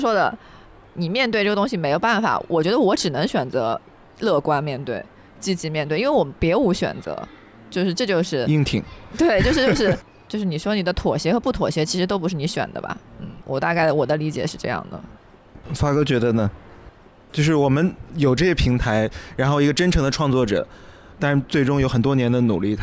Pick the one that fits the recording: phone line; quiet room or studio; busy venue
busy venue